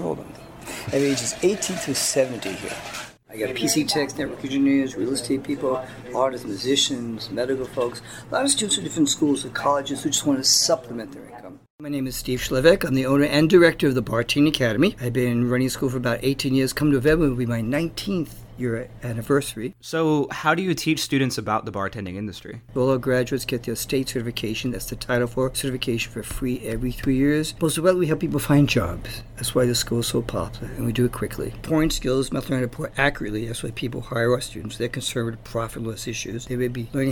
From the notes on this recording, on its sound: State Press Places: The Phoenix Bartending Academy. The fast-paced bar scene comes to life.